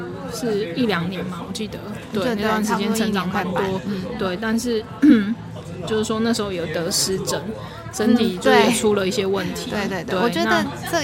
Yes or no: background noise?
yes